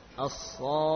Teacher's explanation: masuk ke kha dengan menaikkan nada · Term: tasydid